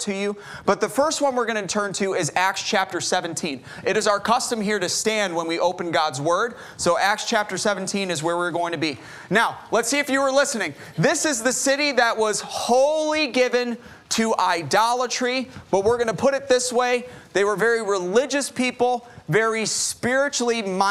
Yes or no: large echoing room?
yes